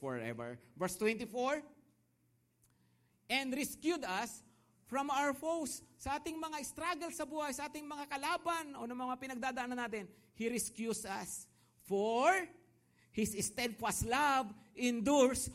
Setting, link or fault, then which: setting, large echoing room